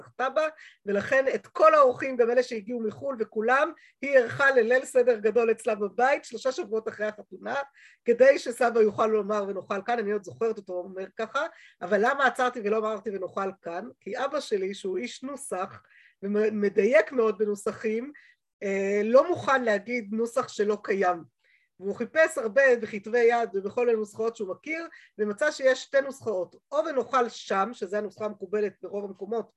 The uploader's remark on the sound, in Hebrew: השיעור הועבר והוקלט בזום. בישוב לשם.